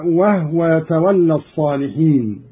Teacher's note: وهو يتولى الصالحين بإسكان الهاء